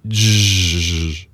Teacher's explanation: Now, you take away the d sound at the beginning, d, d, j, j, and you're left with j. So no j, no attack on it, just a long j